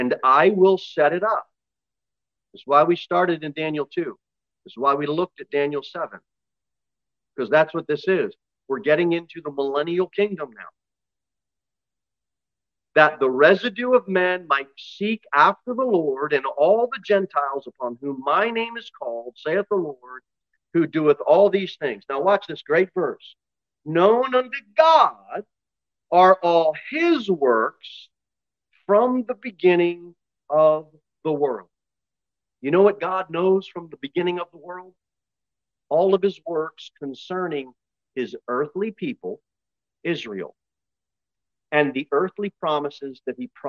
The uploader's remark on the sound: Sermon delivered at Pilgrim Baptist Church on Sunday, July 16, 2023, at 11:15 am. Jere Whitson Rd.